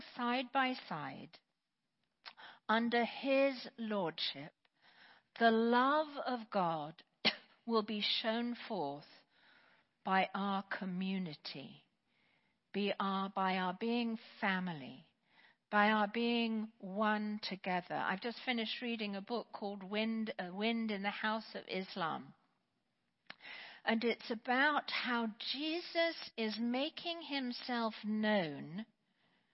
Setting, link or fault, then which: setting, large echoing room